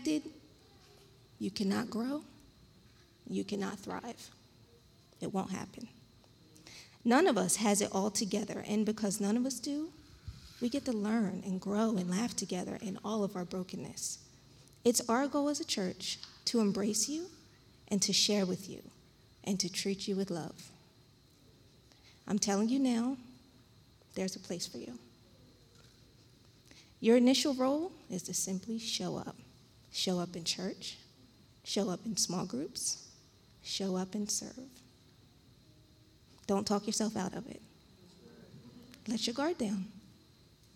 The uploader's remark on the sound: This JAT was recorded live on Sunday, September 19th, 2021 at Newark UPC.